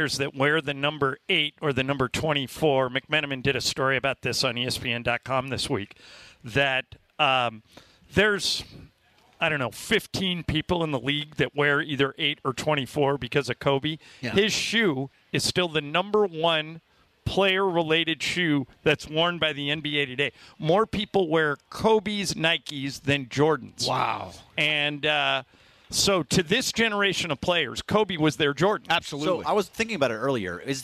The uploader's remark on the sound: live from the Nixo Lounge at the E-Central Hotel!